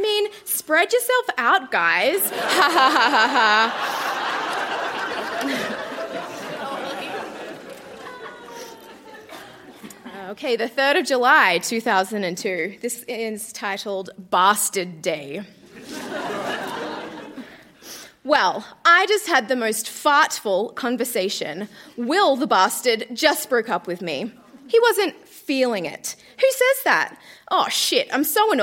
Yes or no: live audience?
yes